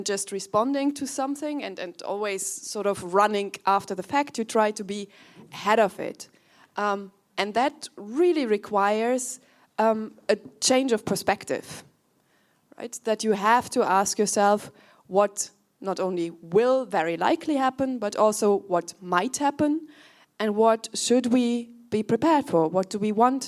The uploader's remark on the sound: In this special episode of the podcast recorded at a live event in 2023, four experts discuss the role of science advice in emergency situations.